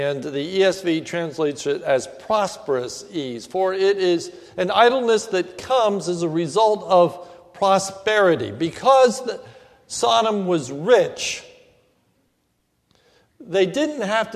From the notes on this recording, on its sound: This is a sermon recorded at the Lebanon Bible Fellowship Church in Lebanon, PA. During the evening service.